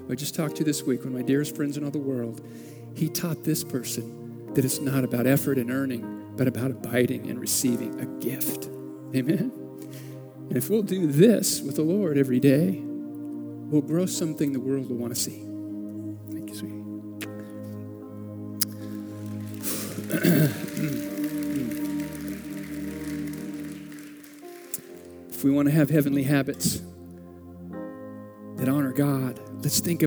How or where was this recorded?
large echoing room